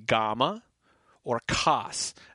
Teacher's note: The vowel A is a good open Latinate A, like the A in the Modern English father